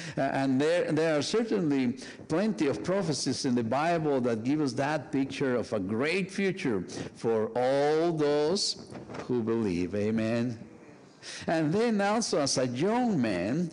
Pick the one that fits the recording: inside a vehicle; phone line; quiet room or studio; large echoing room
large echoing room